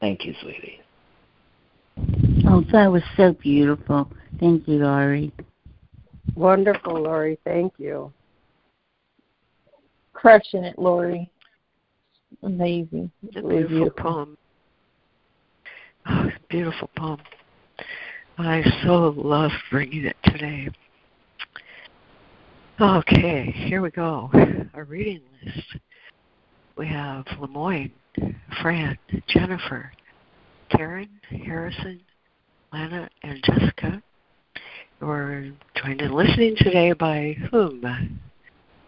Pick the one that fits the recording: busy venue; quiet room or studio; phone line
phone line